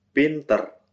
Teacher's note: Under the influence of the Jakarta dialect, final syllable between consonants often becomes a short E. Pintar becomes pintar.